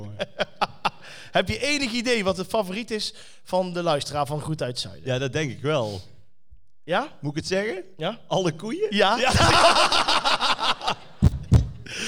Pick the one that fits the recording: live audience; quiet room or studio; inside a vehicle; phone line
live audience